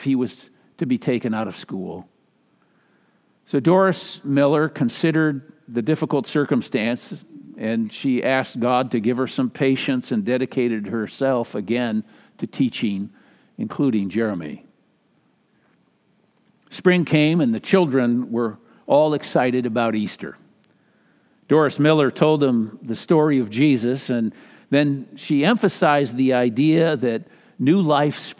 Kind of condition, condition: setting, live audience